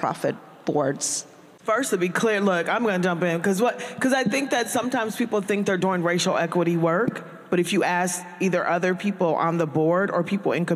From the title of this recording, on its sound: Live! Nonprofit Board Lab 2023: New Commonwealth Fund Panel